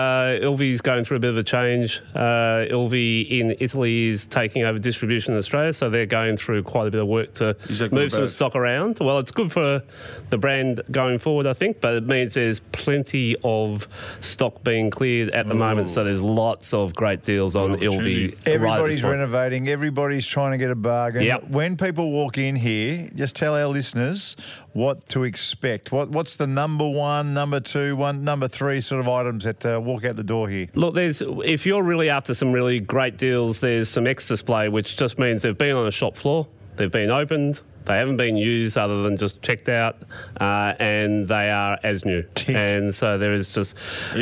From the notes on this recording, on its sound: Today for the pod we're live from the e&s Clearance Centre in Dandenong Road Clayton